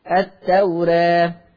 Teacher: لفظ التوراة لورش عن نافع مقلل الألف فيه مقللة قولا واحدة، ما تبقاش التوراة، التوراة، التوراة، را مش را، را را را.